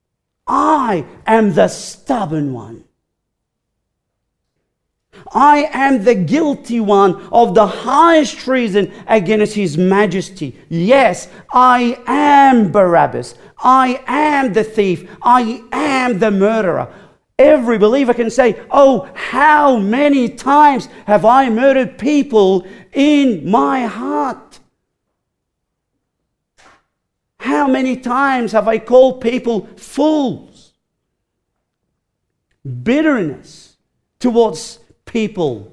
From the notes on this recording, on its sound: recorded live at Grace Community Bible Church